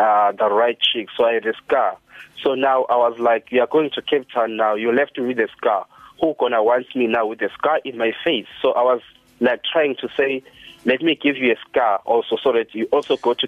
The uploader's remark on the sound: We Took A Call From A Listener Who Wanted To Remain Anonymous. Phoner.